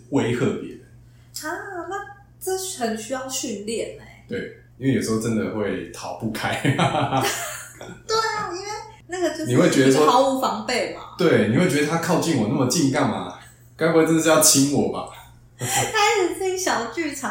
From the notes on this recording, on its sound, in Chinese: 抱歉這集麥克風收音不太好。正努力的嘗試使用Audacity錄音以及後製。